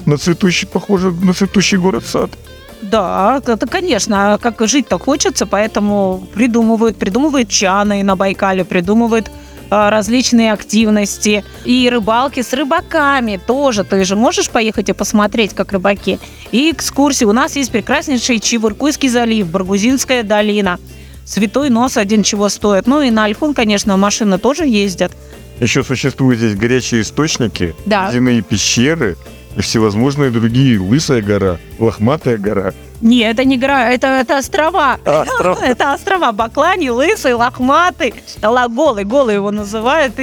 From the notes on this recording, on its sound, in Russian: Записано в Максимихе на берегу Байкала в полевых условиях в начале марта 2023 года.